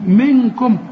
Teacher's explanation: نون بعدها كاف، والكاف من حروف الإخفاء، اوعى تنسى الغنة منكم. وأنا قلت لك ما تستعملش لسانك في كل نون بدون تشكيل إلا إذا جت بعدها نون، قل لي منكم.